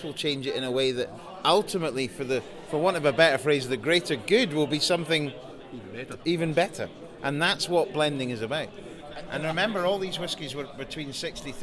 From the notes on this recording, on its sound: It’s The 2023 Spirit of Speyside Festival. A very special podcast from the heart of the action from The Opening Gala Dinner via Tamdhu to The Friday Night Ceilidh.